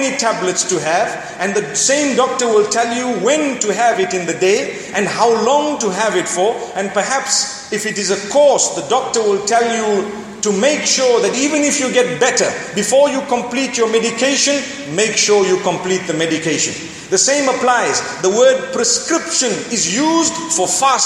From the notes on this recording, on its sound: Delivered at University of Technology Malaysia